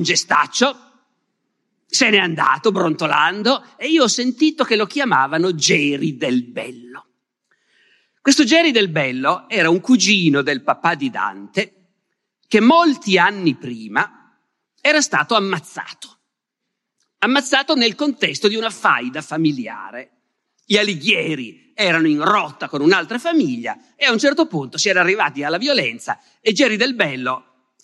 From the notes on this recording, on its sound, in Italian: Rinascimento Culturale, Chiari 2022. Registrato a Chiari (BS) durante la nona edizione del Festival Rinascimento Culturale.